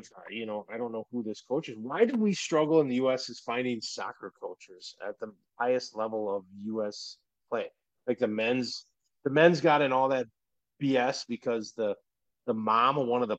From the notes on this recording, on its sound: We had a few audio issues, so sorry about that!